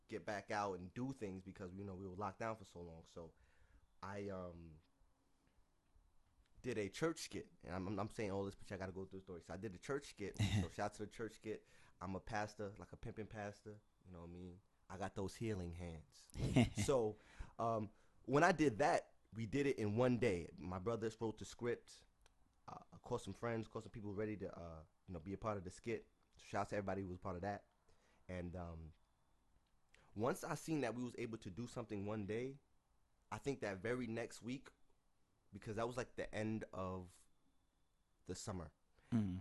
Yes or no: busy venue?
no